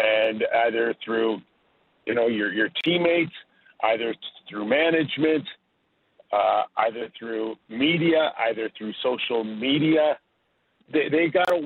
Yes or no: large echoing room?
no